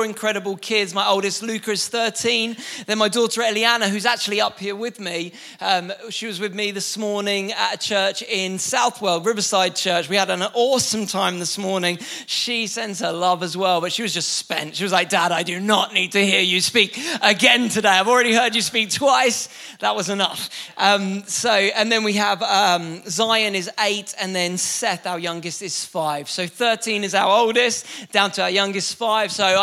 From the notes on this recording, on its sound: Recorded live at the Chesterfield Campus this is the message from the evening service on the 17th November 19.